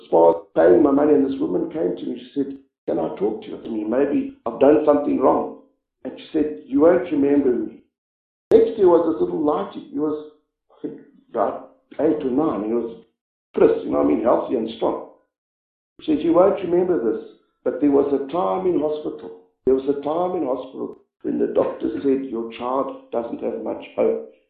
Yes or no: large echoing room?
yes